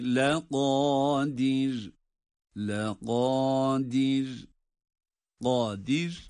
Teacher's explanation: laqadir qadir kaf kalın, dir derken de ra'yı ince okuyoruz